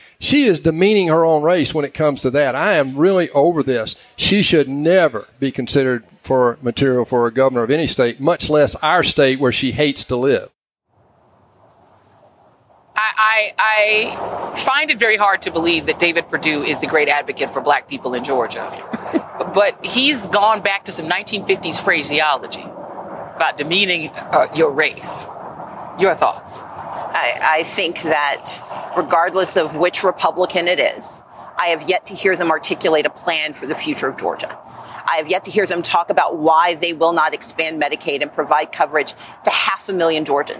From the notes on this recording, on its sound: Live from Liberty Plaza in Atlanta near the Georgia State Capitol on the eve of Georgia's primary election.